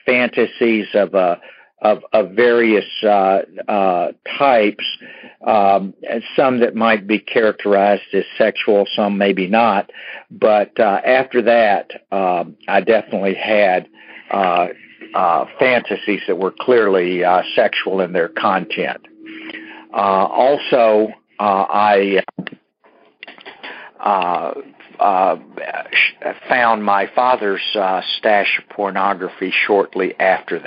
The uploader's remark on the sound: Monday Noon Phone Speakers Series